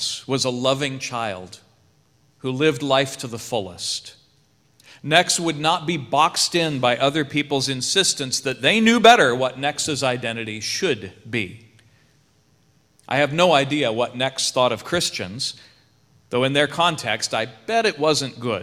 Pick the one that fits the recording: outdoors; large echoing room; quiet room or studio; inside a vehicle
large echoing room